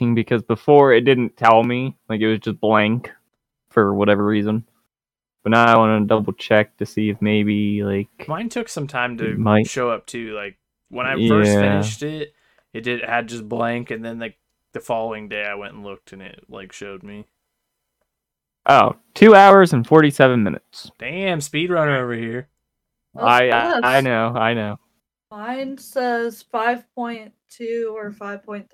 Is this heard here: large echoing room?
no